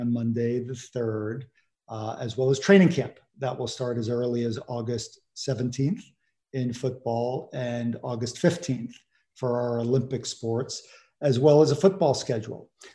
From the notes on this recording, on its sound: The Pac-12 Conference held a ZOOM press conference